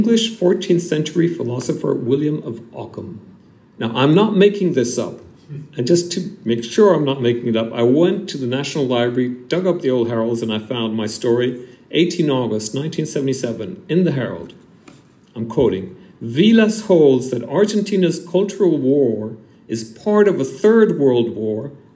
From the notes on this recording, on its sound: Extract from my lecture at London University, Senate House, on 18 May 2023.